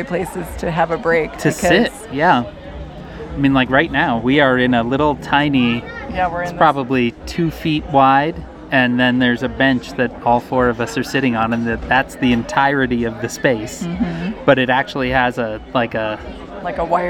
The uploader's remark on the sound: Recorded live from a secluded corner of Meow Wolf, this episode features the whole family talking about this extraordinary art experience in Santa Fe. They decided to bring a mic along.